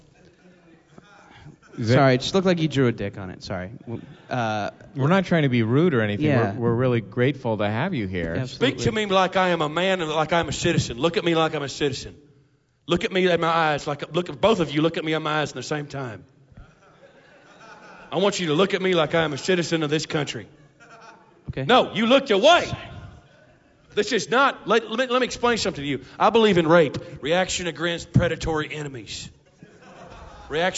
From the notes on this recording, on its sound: are live in Portland